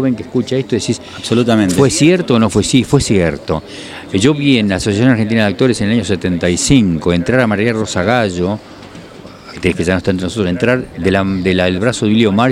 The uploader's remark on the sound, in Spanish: Entrevistado en la techada de Capilla del Monte, con el sonido de fondo de la calle mas transitada.